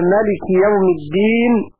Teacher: قرأ ابن عامر قوله تعالى ملك يوم الدين بحذف الألف